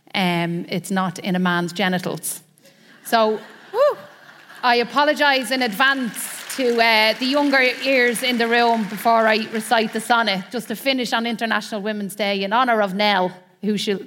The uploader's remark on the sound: This episode was recorded live from The Convention Centre in Dublin, as part of Accenture’s International Women’s Day Celebrations.